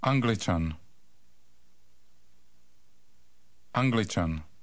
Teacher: Note that the stress is on the first syllable of the word, as in all Czech words.